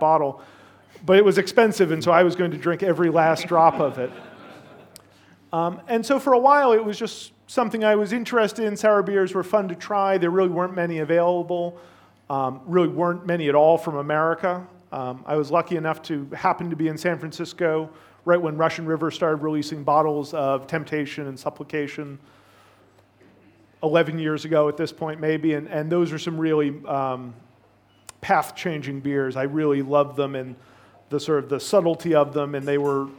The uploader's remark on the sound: A two hour live recording from Smakselv.no's Sour Rangers concept in Oslo, Norway.